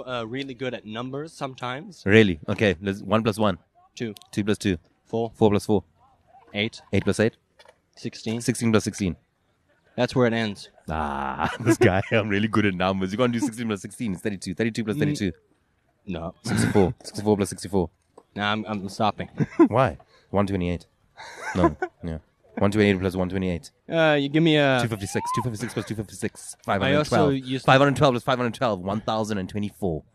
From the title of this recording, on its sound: LKS Outside: The Skate Park